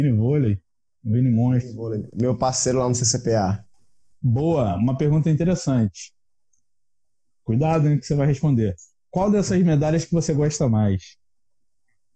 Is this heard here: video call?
yes